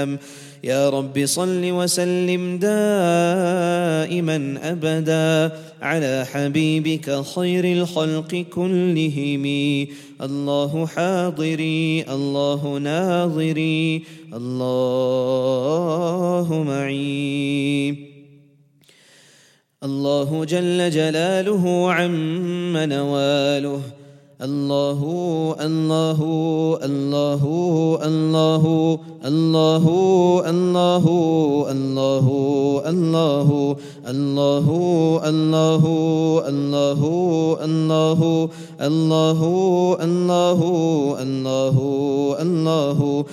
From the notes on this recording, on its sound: at the Houghton Masjid (West Street)